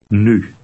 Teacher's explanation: You can pronounce this u sound by saying a short e, but with rounded lips.